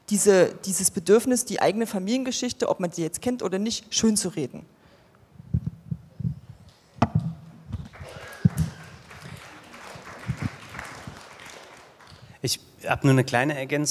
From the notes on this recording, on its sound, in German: Dies ist der Audiomitschnitt der 7.11.2019 in Wiesbaden geführten Podiumsdiskussion